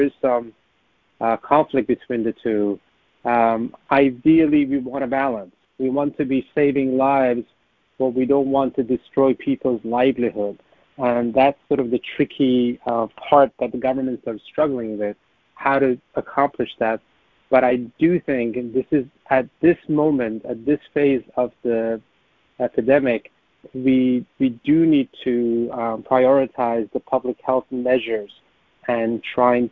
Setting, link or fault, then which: link, phone line